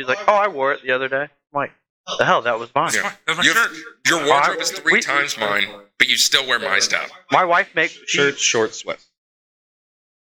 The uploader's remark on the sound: We just switched to a new mixer and understand there is an echo that was unable to be removed in post.